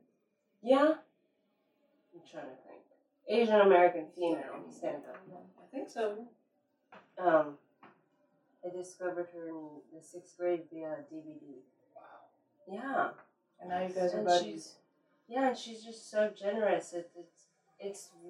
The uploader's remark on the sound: Our apologies for the poor audio, we ran in to some technical difficulties